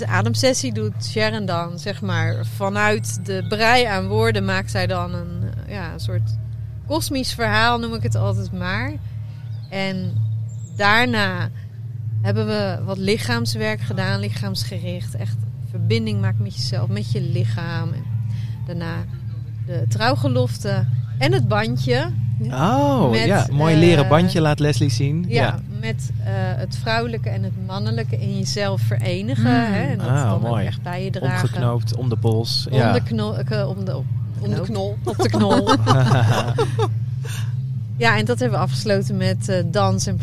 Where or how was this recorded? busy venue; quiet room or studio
busy venue